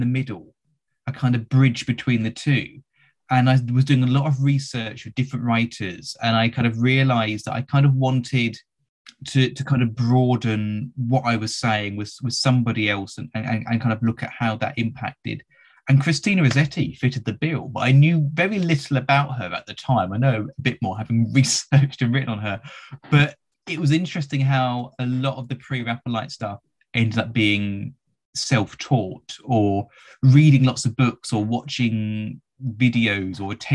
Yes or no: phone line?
no